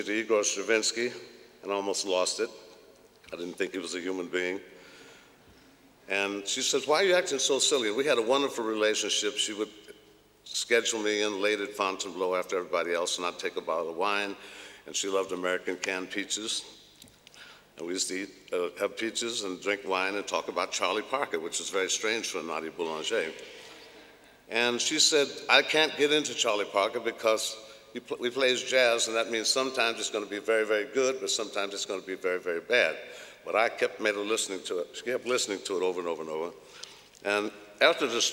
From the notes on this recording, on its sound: recorded at the 2000 International Achievement Summit in London, England